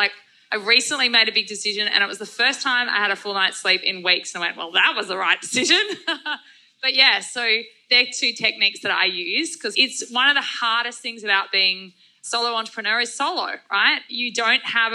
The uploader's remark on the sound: our first ever live recording of the Good Business Podcast episode